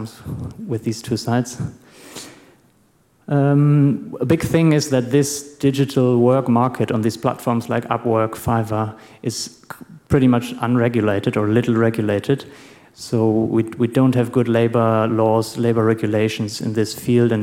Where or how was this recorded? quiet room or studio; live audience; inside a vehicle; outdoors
live audience